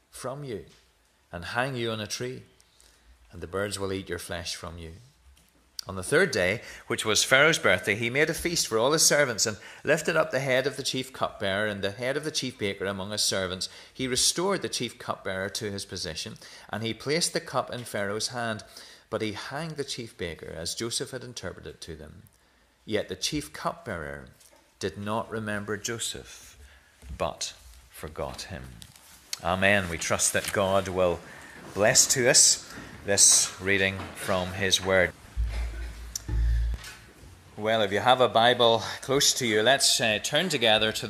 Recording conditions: large echoing room